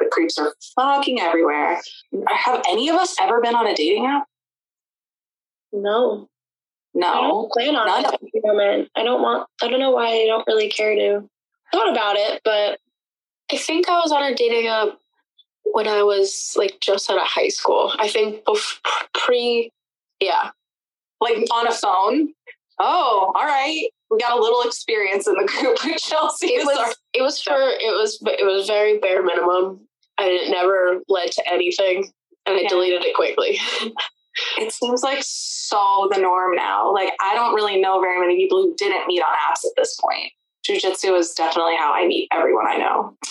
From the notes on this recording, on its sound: Chicks on a Zoom. We couldn't get together in-person this week. We know it's not the best audio you ever heard.